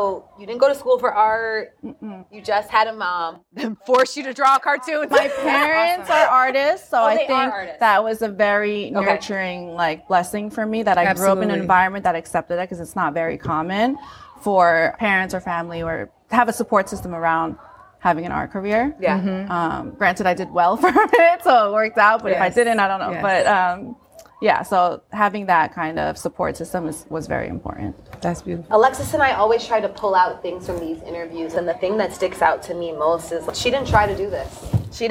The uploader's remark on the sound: Coming to you live from the Perez Art Museum Miami during #MiamiArtWeek. For a mini episode in front of a live episode.